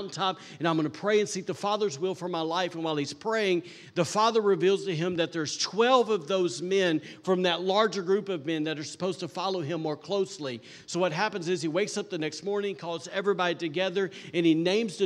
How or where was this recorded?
large echoing room